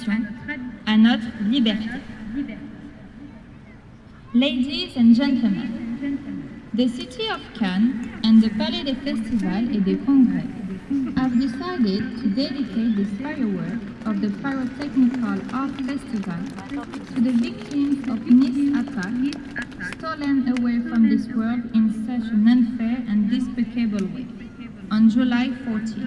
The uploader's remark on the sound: Fireworks in Cannes. Recorded at the beach close to the Cannes Palace Festival during international Fireworks Festival in Cannnes. Silence and waves…. Recorder: Sony PCM D50.